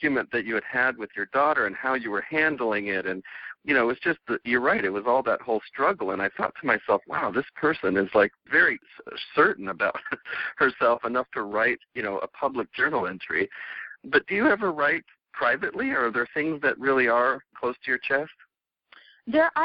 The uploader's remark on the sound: I conduct a telephone interview